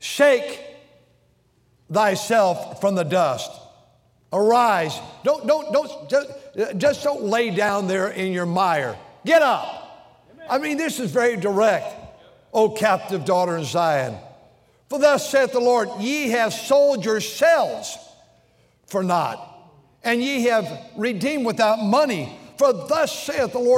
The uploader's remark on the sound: During the Sunday Morning service on November 5, 2023, at North Valley Baptist Church in Santa Clara, California.